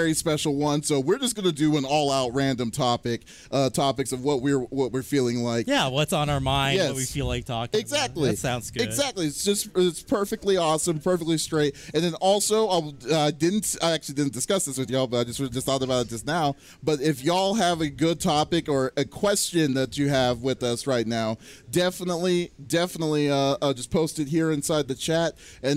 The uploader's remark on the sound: Live at Extra-Life 2019. For the first time ever, the CFG GameCast Crew are together in real life to record an episode!